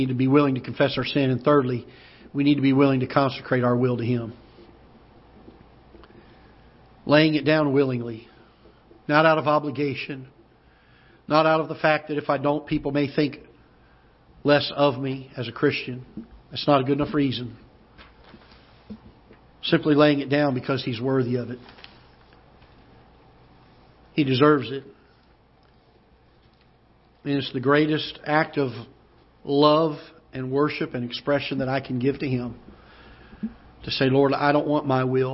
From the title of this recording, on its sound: Ketha Heights Baptist Church ~ Live Broadcast